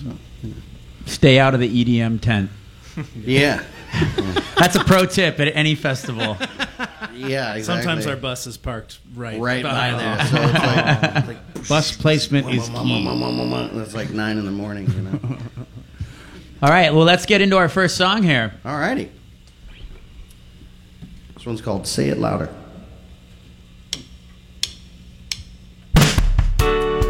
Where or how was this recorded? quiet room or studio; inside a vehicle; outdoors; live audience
live audience